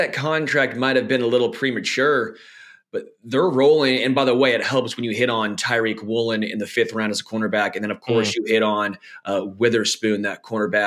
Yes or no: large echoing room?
no